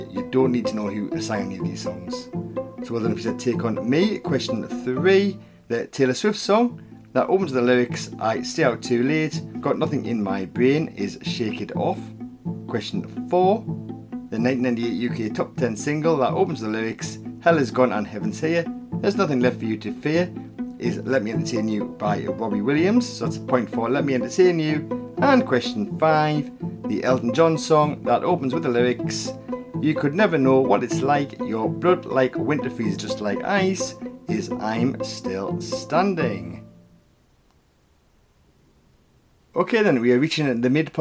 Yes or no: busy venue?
no